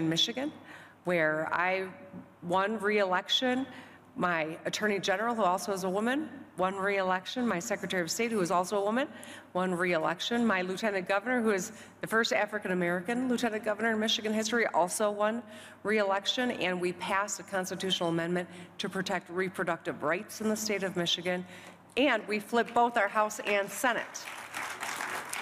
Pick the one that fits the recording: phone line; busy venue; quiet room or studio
busy venue